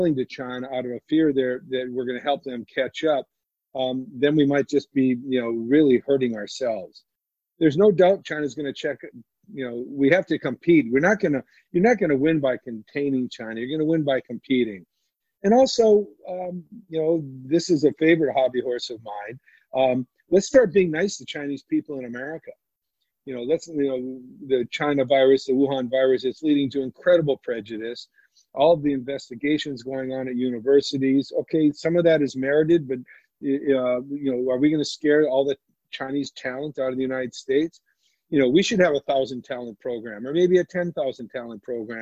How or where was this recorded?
video call